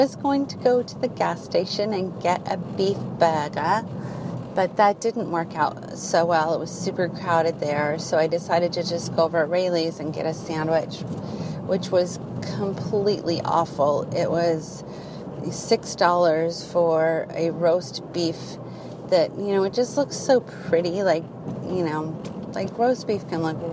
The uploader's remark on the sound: I drive around and record while visit Penryn.